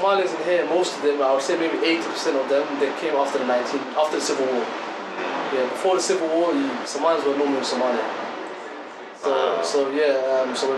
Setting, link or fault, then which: fault, sounds in the background